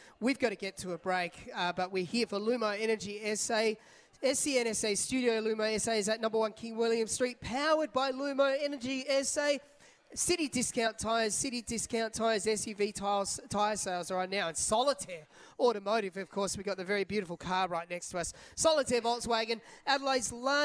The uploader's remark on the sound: on location against this morning at Harbor Town for Solitaire Auto